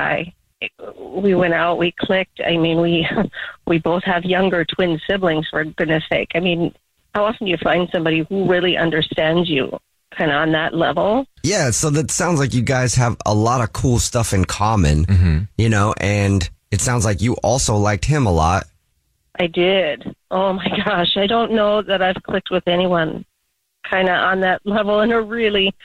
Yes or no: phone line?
yes